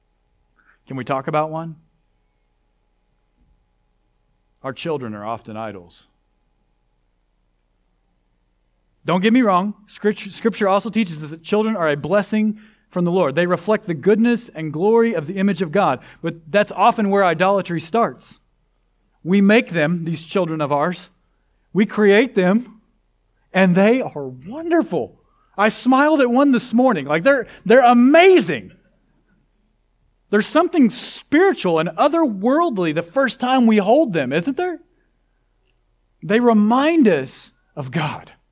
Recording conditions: large echoing room